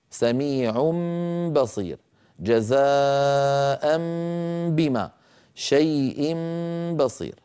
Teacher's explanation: ونرى الصورة التي تبين شكل الشفتين عند نطق الميم المنقلبة عن نون، ويكون بانطباقهما على بعضهما دون مجافات ولا كز. لا نجافي ولا نكز الشفة على أختها.